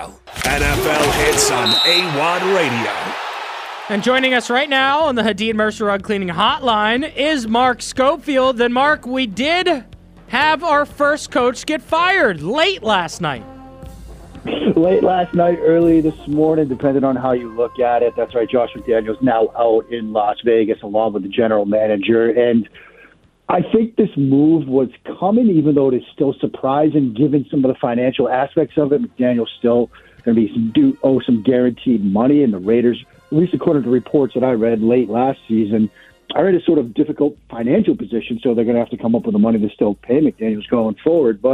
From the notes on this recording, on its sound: We take calls next. We take more calls and reactions.